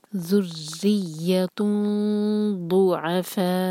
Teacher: تو یہاں پر ہم نون کے ساؤنڈ کو چھپائیں گے، 2 سیکنڈس کا ٹائم دیں گے اور ہیوی اخفاء کریں گے، اور ضاد کے لیے زبان کی سائڈ یوز کریں گے